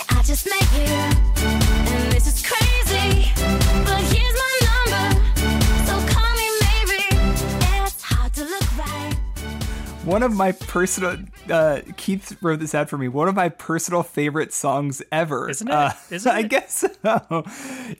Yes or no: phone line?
no